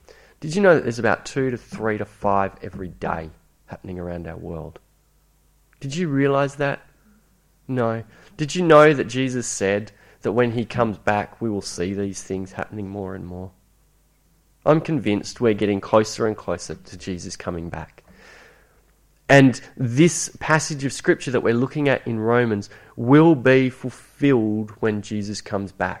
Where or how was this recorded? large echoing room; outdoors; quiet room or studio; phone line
large echoing room